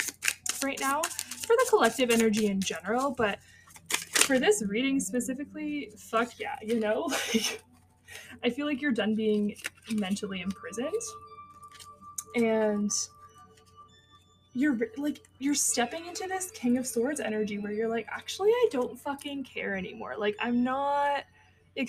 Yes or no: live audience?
no